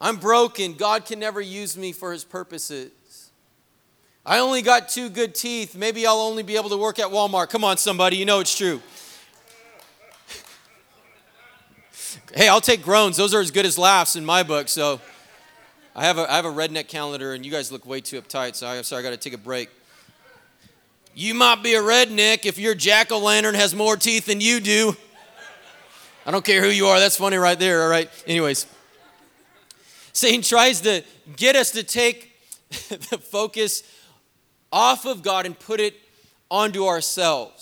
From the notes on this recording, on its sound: was preached on October 31st at the 11:30AM service